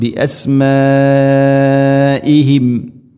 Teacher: മദ് മുത്തസിൽ, നാലോ അഞ്ചോ ഹർക്കത്ത് വരെ നിർബന്ധമായിട്ട് ഇവിടെ നീട്ടണം